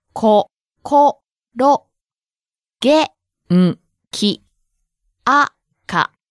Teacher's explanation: please also notice that each syllable has the same length